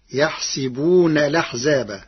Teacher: قرأ ورش كلمة يحسبون بكسر السين